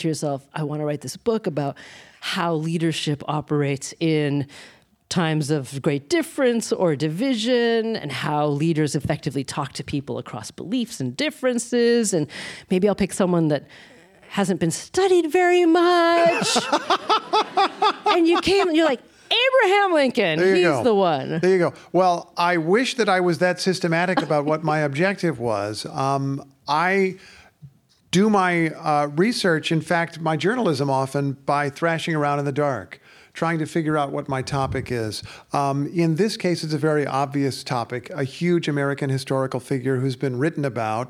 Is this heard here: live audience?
yes